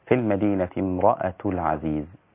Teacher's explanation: كلها رقيقة إلا الراء بس أفخمها · Term: تفخيم الراء